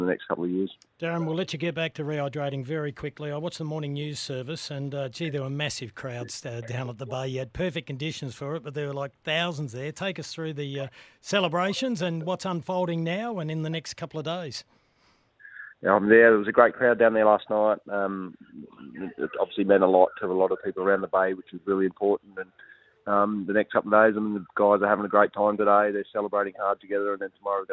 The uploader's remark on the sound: jumped on the phone